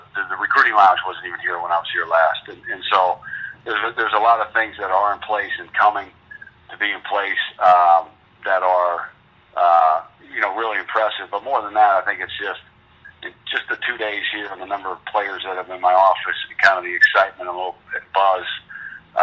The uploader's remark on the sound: Full Teleconference